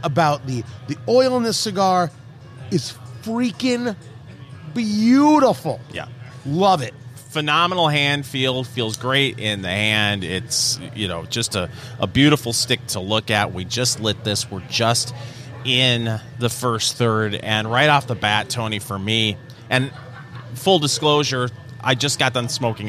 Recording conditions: busy venue